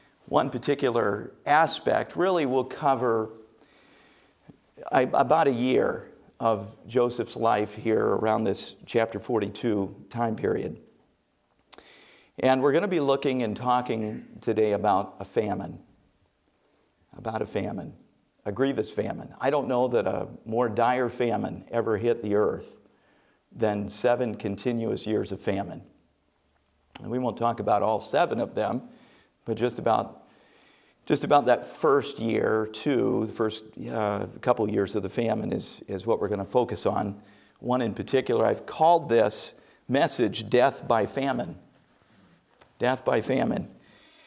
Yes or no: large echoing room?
yes